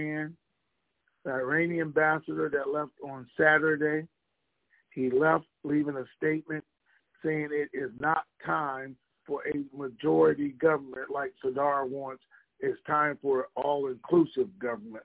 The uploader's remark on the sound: Conference Call